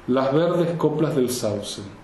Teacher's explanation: I can hear the air escaping for an H · Term: swallow